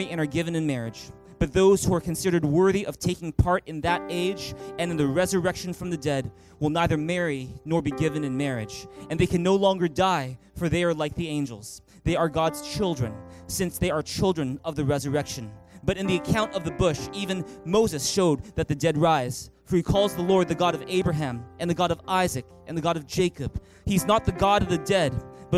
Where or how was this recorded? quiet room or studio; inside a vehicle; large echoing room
large echoing room